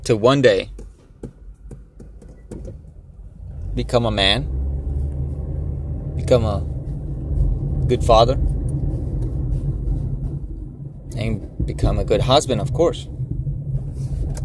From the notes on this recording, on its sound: Strange thoughts while driving